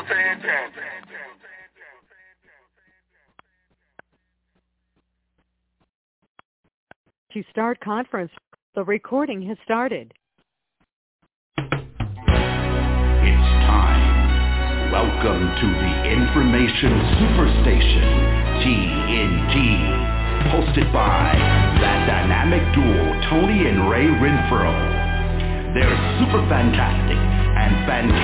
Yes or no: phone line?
yes